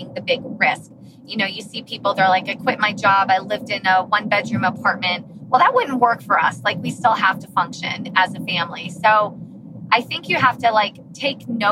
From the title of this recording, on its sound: Car Edition